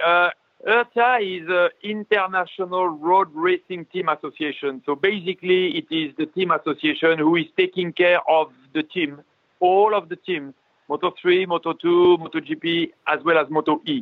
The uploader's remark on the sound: Talked to us over the phone from where he’s locked down in France.